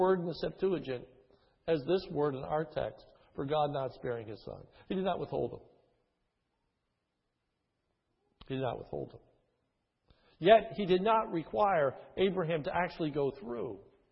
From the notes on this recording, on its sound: His is a sermon recorded at the Lebanon Bible Fellowship Church, in Lebanon, PA, on 12/19/2010 during the morning service.